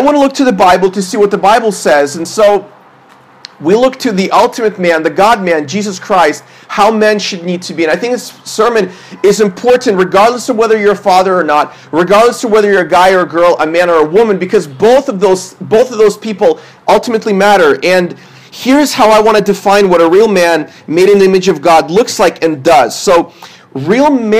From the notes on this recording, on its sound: This is a sermon I preached at my church based on 1 Thessalonians 2:8-22.